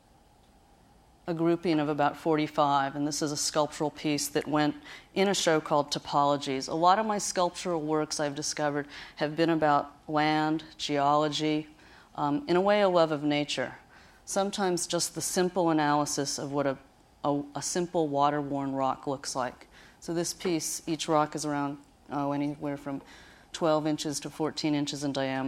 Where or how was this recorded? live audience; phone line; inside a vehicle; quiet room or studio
live audience